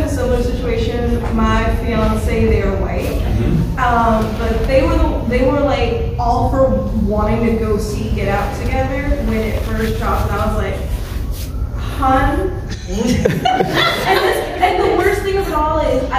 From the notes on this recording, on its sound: THE SPECTRUM OF BLACK HORROR panel at Fan Expo 24.